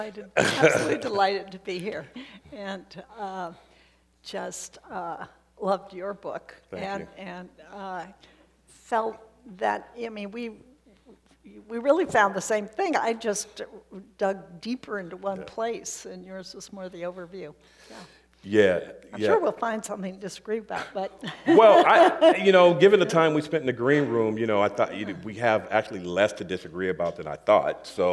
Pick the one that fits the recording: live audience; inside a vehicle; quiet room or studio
live audience